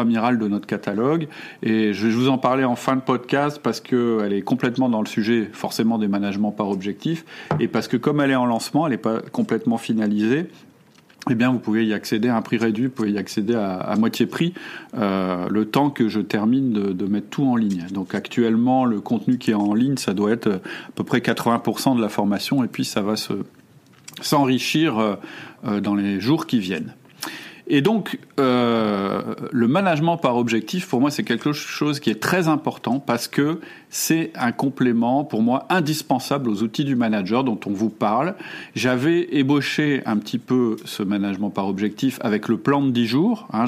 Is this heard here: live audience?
no